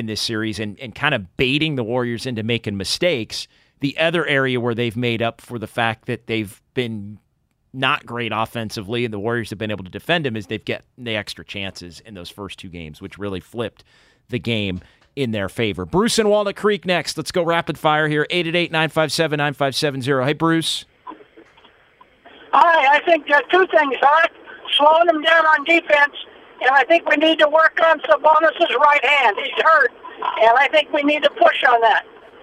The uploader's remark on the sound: take phone calls from Warriors fans